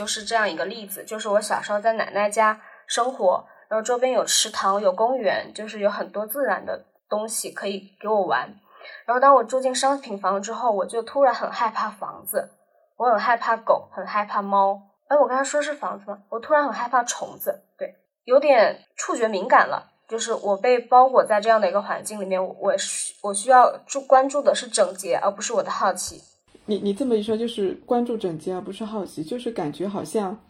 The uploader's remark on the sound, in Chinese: 本期为远程录制，音质没那么好且有少许环境音